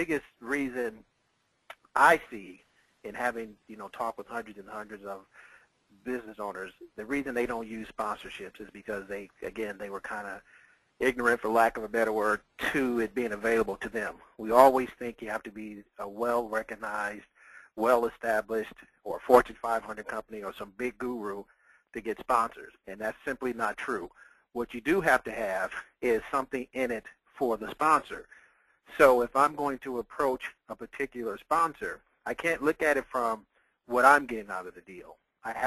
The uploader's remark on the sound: Vintage Audio. This is part of an audio call I did.